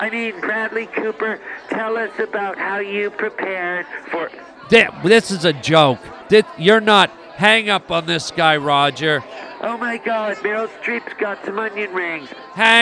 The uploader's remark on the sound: Reports live from the Oscars.